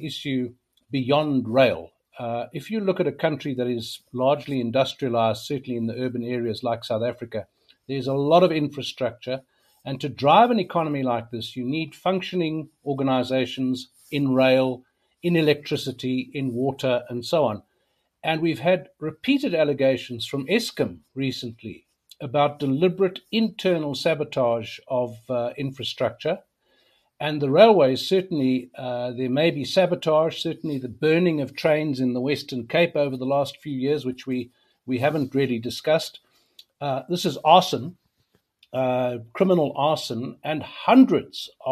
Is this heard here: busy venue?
no